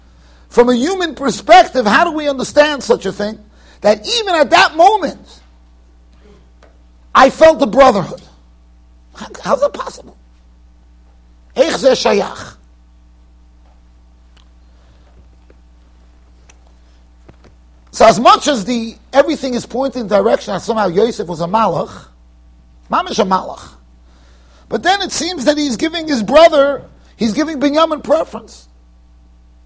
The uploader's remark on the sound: Shiur recorded in Yeshivas Ohr Reuven, Monsey NY.